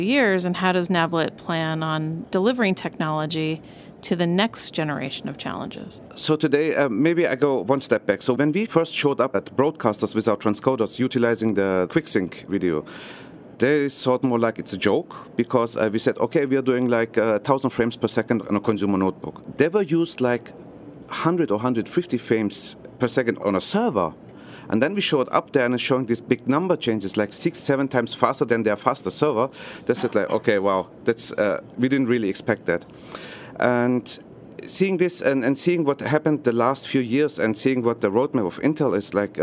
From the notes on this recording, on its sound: In this livecast from National Association of Broadcasters conference in Las Vegas